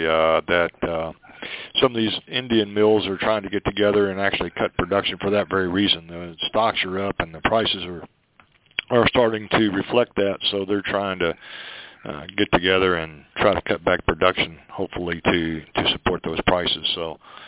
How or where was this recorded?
phone line